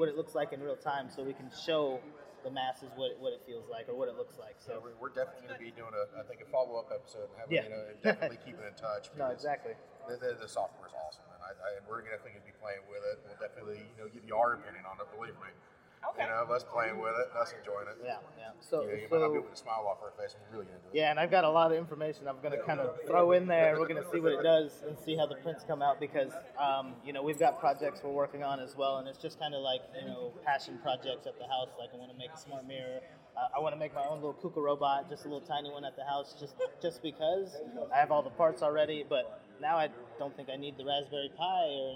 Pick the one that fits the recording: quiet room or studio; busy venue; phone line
busy venue